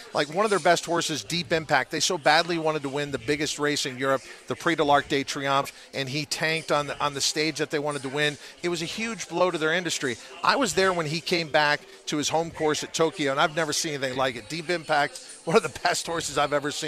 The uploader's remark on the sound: Are "live" from the Breeder's Cup! Fun Friday at the Race Track!